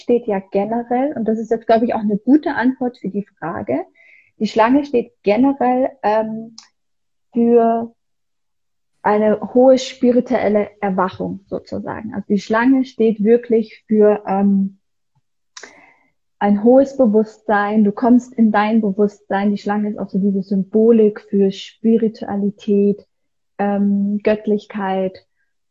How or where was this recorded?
video call